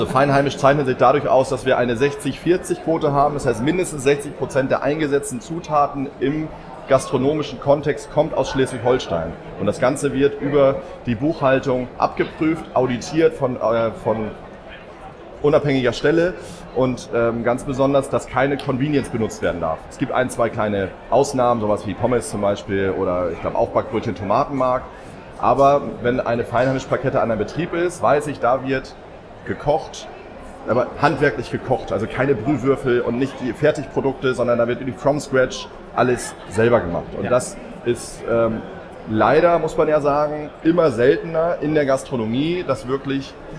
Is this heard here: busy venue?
yes